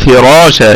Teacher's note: يبقى عندنا الراء مفخمة وبقية الكلمة مرققة